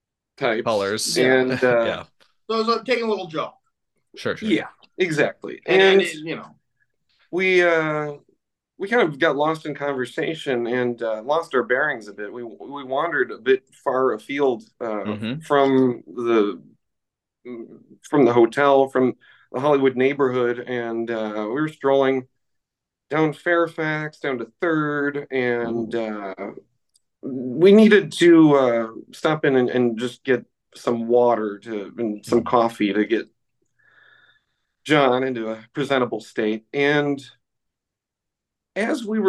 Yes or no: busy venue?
no